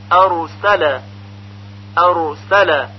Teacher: و در تلفظ حرف را سر زبان به لسه ثنایای بالا برخورد میکنه، زبان قدری به طرف پشت منحرف میشه، یعنی در تلفظ حرف را طرف اللسان و زهر اللسان که پشت زبان هست دخالت داره. بنابراین حرف را از مخرج خودش که طرف اللسان هست به طرف ظهر اللسان یا پشت زبان انحراف پیدا میکنه · Term: صفت انحراف